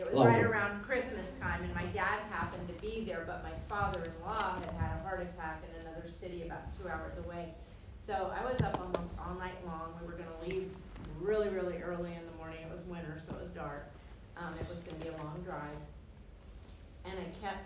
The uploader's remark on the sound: Videos recorded live at Jewish Messianic Congregation of Jacksonville.